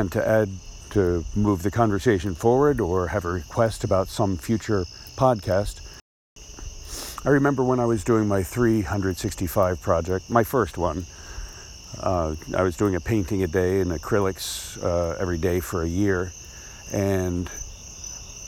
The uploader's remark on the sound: Recorded while walking down the double yellow lines down the middle of his neighborhood’s main road at midnight.